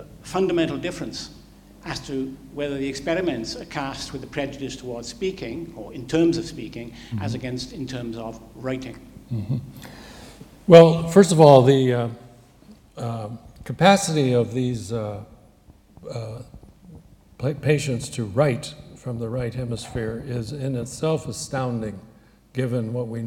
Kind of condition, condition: setting, large echoing room